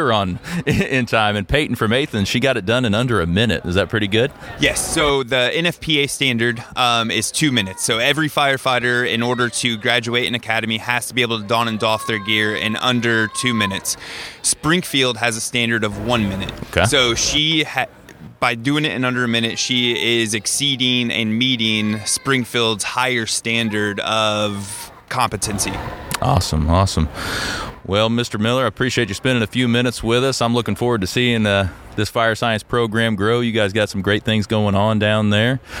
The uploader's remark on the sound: On site at the Springfield Area Home Builders Home Expo